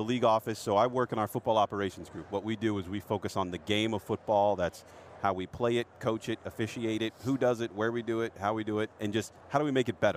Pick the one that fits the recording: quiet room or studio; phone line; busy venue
busy venue